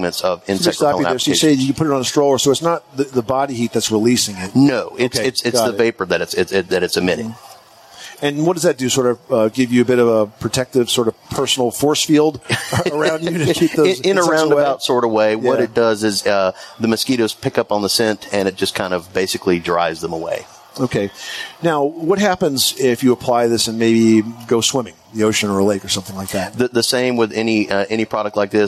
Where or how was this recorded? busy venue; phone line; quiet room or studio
busy venue